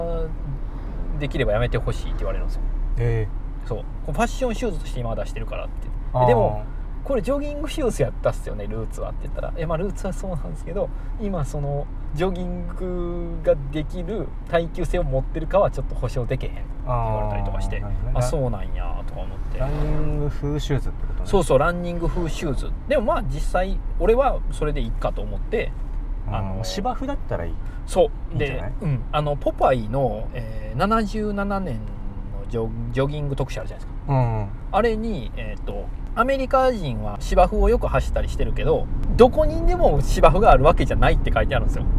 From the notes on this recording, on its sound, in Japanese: POPEYE Webに関わる編集チームらが普段おこなっているリアル通常業務（リサーチデー）の移動中を録音したまったりドライブ回となっています。